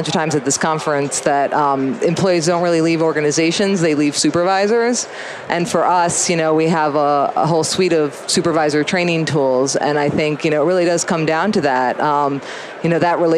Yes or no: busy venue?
yes